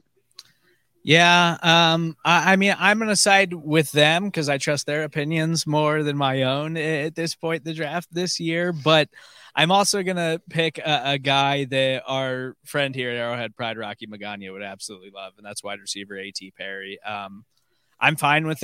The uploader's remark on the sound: Live from the NFL Draft Day 3